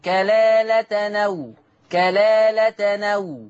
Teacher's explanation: نقلنا فتحة الهمزة إلى التنوين · Term: النقل